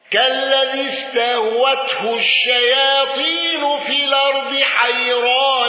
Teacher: الأزرق بتقليل الياء وترقيق راء حيران